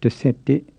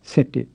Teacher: you'll find that people often leave off the first syllable · Shown in: second take · So instead of desette, you hear just sette.